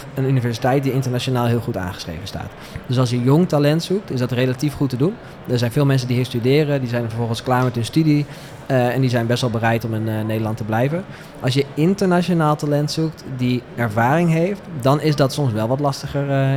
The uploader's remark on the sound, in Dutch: De podcasts zijn live opgenomen in de Podkas van de Gemeente Groningen tijdens de Promotiedagen in Martiniplaza.